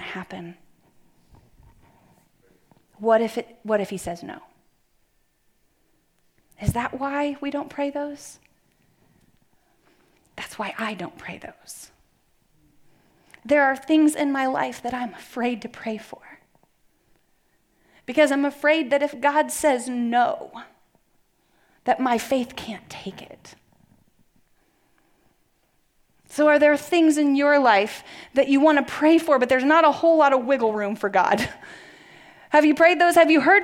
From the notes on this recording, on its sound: Message delivered at the Benicia campus